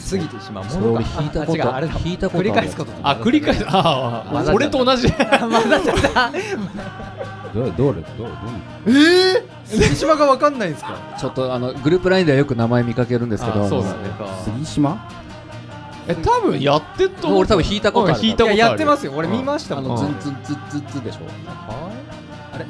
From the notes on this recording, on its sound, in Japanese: 公開収録ラスト！